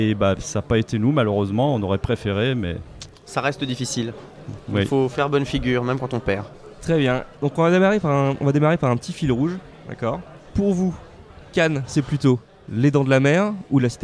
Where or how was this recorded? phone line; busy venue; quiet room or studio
busy venue